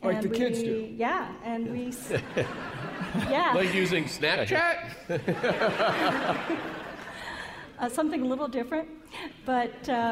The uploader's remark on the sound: Live! from SF Sketchfest 2015. From the stage of San Francisco’s Nourse Theater.